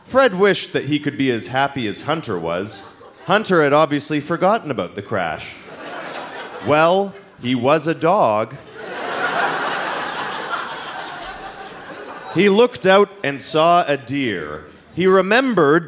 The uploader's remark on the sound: Recorded live at the Cosmo Seniors Center as part of Winterruption 2017.